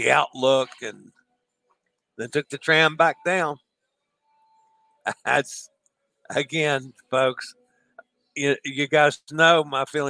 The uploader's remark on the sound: LIVE from Quantum of the Seas